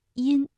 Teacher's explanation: 前鼻音呢，口型相对比较扁比较窄，比如音，哎，这个嘴唇微微张开就可以了。而发后鼻音的时候，相对来说要较圆较开，比如鹰，哎，这个嘴巴明显是稍微大一些的。翁，嘴唇始终是拢圆的。而发音特